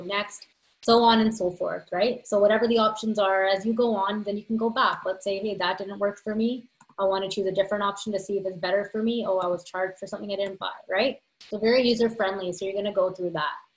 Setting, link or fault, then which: link, video call